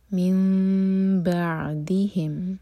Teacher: میم کو میم سے ملائیں گے اور پھر 2 سیکنڈس کا ٹائم دیں گے، پھر با پڑھیں گے · Term: اقلاب